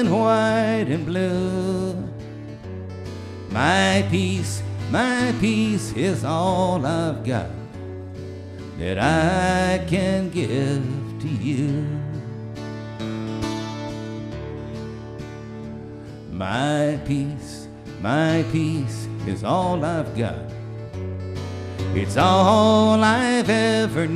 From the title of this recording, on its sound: Newport Folk Festival 2009